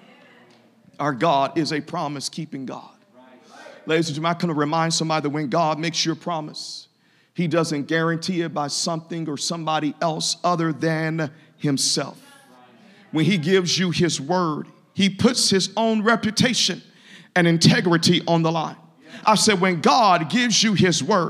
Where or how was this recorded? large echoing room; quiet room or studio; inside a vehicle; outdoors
large echoing room